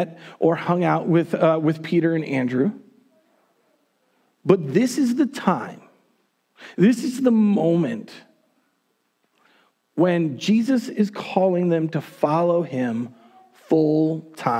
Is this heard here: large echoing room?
yes